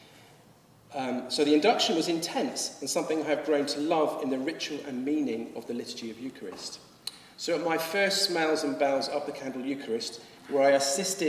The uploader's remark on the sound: Addresses a gathering in Lambeth Palace before the Archbishop of Canterbury and invited guests from traditional and new communities. This podcast was recorded at a gathering to promote the work of the Anglican Religious Communities Charitable Trust.